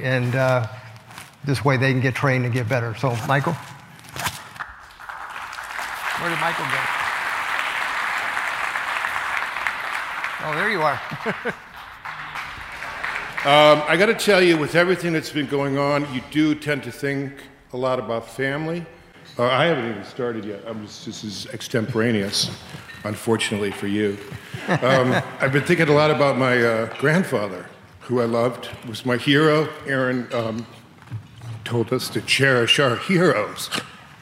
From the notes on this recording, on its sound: The Norris Group’s annual award-winning event, I Survived Real Estate is back, LIVE! Our 15th annual black-tie gala that benefits Make-A-Wish and St.